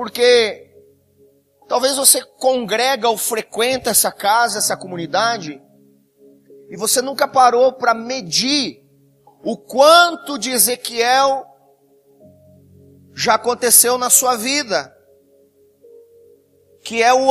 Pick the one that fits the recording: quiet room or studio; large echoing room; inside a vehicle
large echoing room